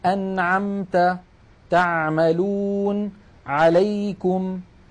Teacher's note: هذه العين تخرج من وسط الحلق. وأحب أن أنبه بأن العين الفصيحة أعمق من العين التي نعتاد في أغلب العاميات المعاصرة أن نأتي بها.